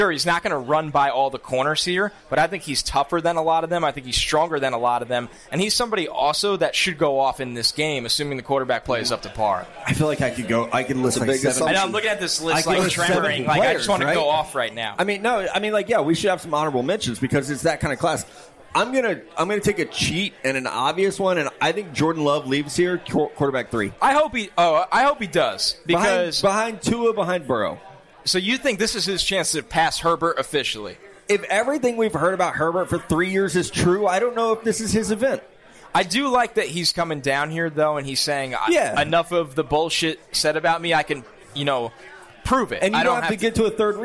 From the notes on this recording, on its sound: Senior Bowl Preview Live From Mobile. Live from Draft Picks Taproom in Mobile, AL.